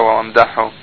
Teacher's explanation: فهنا نشأ الثقل من امره، من التكرار امدحه وامدحه، ومن تجاور حرفين متقاربي المخرج الحاء والهاء